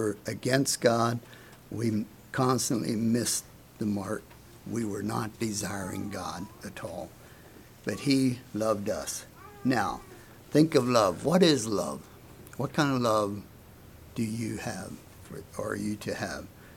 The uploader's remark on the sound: Message preached at Word of Hope